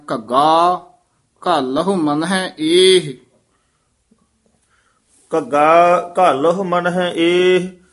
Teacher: ਦੋਵੇਂ ਘੱਗੇ ਬੋਲਣੇ ਆ, ਇੱਕ ਘੱਗਾ ਤੇ ਇੱਕ ਗੱਗਾ ਨੀ ਬੋਲਣਾ, ਭਾਰਾ ਬੋਲਣਾ